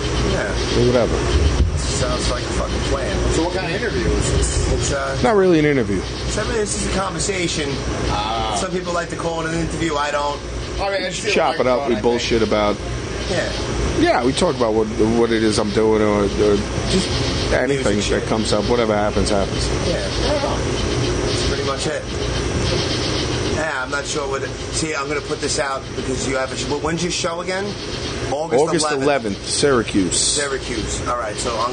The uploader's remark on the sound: Live from Huntington Station. We met up at a shitty little bar in Huntington Station, Long Island.